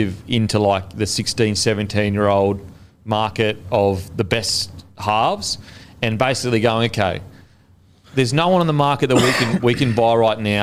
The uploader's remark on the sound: in front of our live crowd